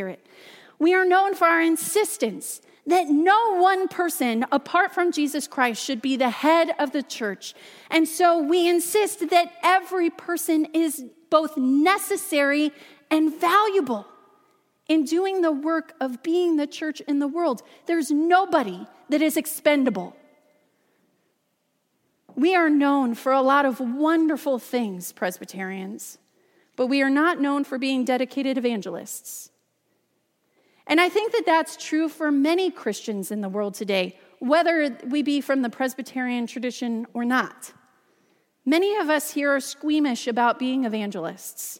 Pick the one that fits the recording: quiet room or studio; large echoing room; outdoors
large echoing room